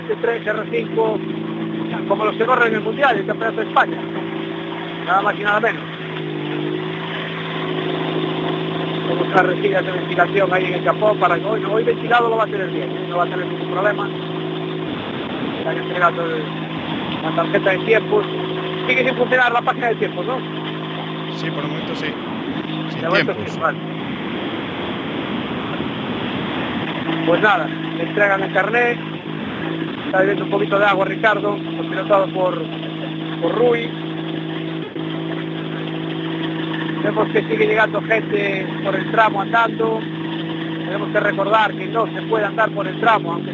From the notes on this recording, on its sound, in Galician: Especial 22º Rallye da Coruña. Aínda que a maior parte do programa será realizado dende o “Estudio José Couso”, ao final de cada un dos oito tramos estarán en directo para entrevistar aos pilotos trala sua chegada e coñecer as súas sensacións.